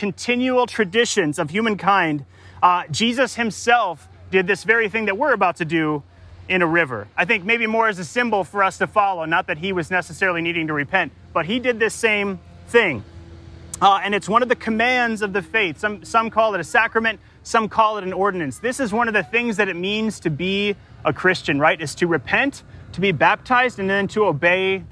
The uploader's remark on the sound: Delivered live, at Crosby Regional Park in St. Paul, MN.